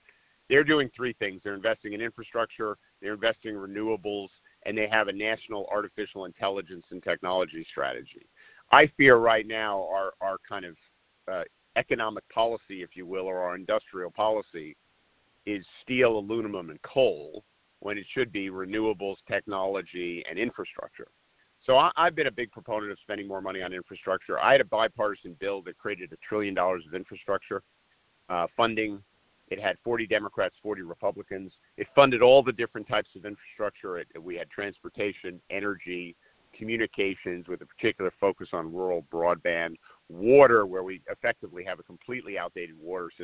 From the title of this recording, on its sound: Solutions 2020 conference call